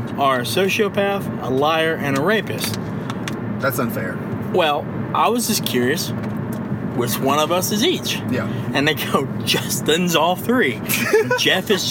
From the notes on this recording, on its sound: they turn on the microphone one last time for the trip home in case there is any accidental magic